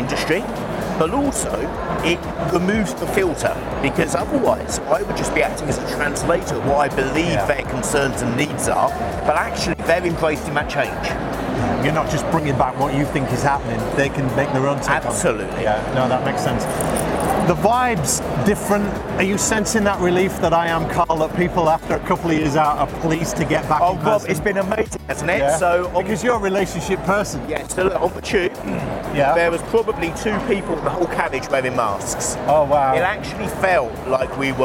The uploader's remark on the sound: Live from Europe's Biggest Event 'Accountex'. A series of live interviews from Accountex 2022 in London. AIBN were the official broadcast partners of the event.